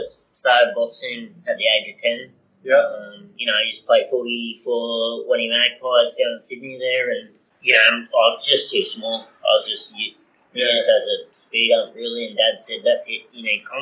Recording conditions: poor sound quality